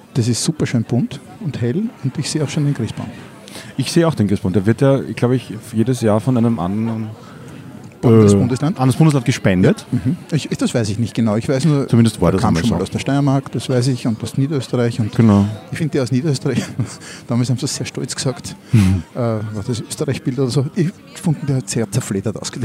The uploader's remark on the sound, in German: Live vom Wiener Christkindlmarkt.